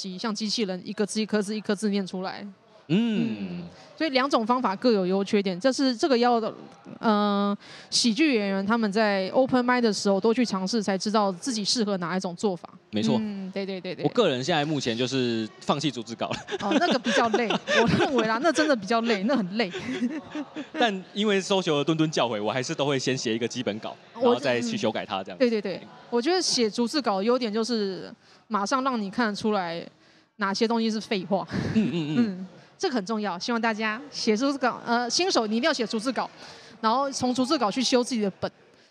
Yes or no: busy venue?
yes